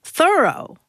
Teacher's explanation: pronounced Thoreau, with the accent on the first syllable